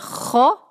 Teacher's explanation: خ نکالیں گے ہم اپنے حلق کے شروع سے جہاں سے ہم نے جو ہے لاسٹ ویک کے لیسن میں غین نکال رہے تھے وہیں سے خ.